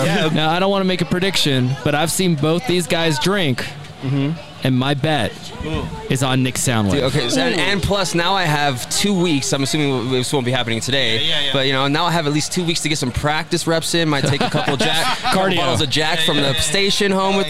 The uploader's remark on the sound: Live From Big Bear Mountain Resort. To do a special live recording in the snow. Chat with listeners.